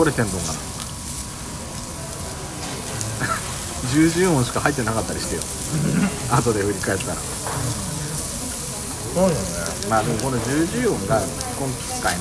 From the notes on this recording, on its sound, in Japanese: ジュージュー音が激しいです。2人組。ランチ収録 #焼肉ASMR的な。